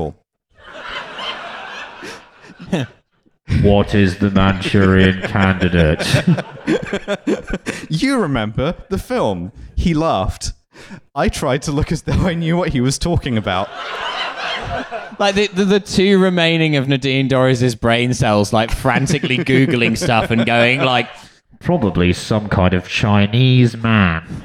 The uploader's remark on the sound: Trashfuture Live. LIVE at Between The Bridges.